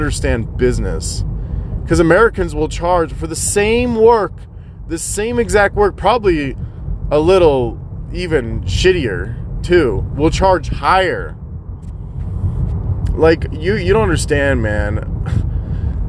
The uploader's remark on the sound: Rambling in the car while driving to gym.